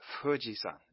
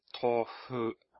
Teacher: the F in Japanese is very soft and is very windy